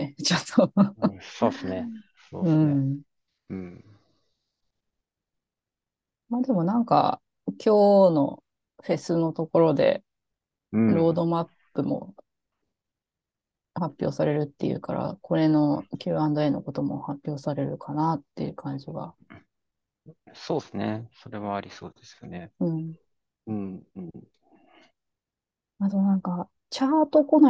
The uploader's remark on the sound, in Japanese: zoomを使って録音しています。